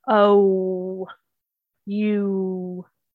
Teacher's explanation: Long O and U both collide shut with the W sound at the end. Oh, you. Therefore, the long vowel sounds do not leave your mouth open. · Term: glide shut